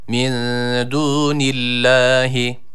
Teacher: Çünkü kendisinden önceki harfin harekesi esre. Nun harfi burada esreli olduğu için lafzatullahın lamı da onun harekesine tabi olarak ince okunması gerekiyor.